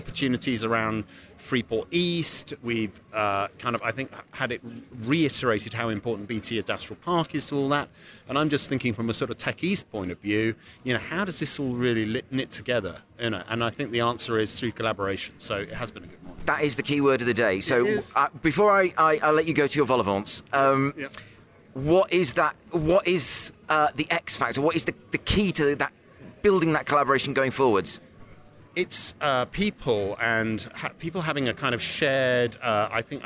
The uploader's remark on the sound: Heads out to Adastral Park near Ipswich for the Connected Innovation conference.